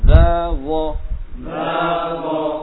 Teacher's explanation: Nah, kemudian yang terakhir dari makhraj lisan ini, tarkul lisan ini, huruf dha. Nah, sama persis seperti dal tapi ditebalkan.